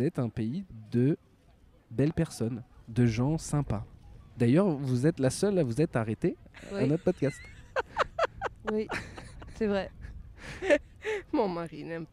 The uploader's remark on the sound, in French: À la Tour Eiffel. Le podcast sauvage est un enregistrement dans un lieu public sans demander d'autorisation. Le principe est simple : inviter des passants, des inconnus à participer avec nous.